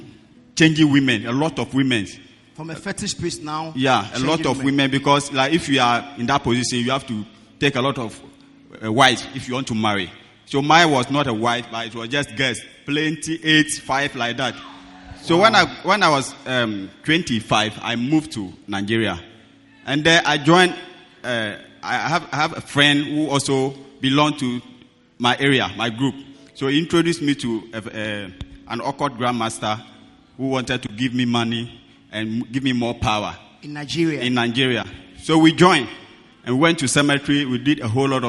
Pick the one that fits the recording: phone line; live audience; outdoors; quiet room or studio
live audience